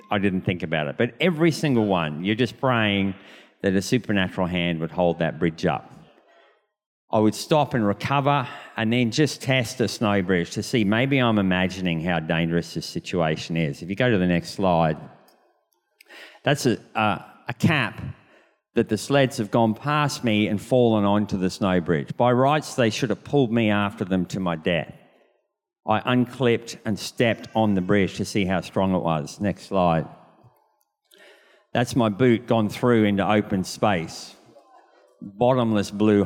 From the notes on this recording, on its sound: This was recorded in our 9am service on Sunday, the 20th of November 2022